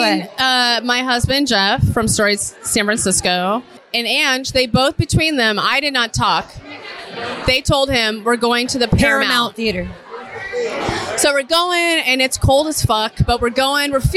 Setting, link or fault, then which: setting, busy venue